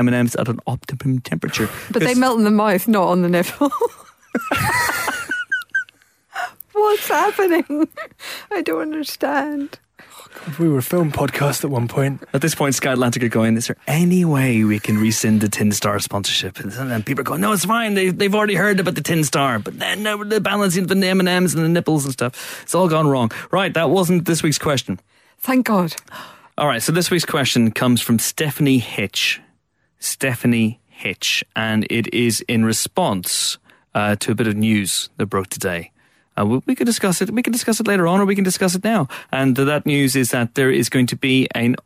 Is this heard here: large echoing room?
no